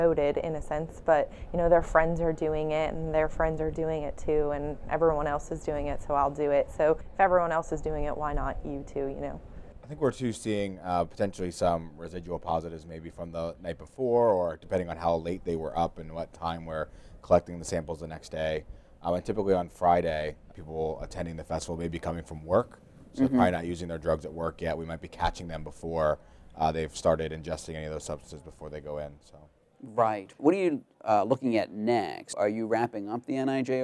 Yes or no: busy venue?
yes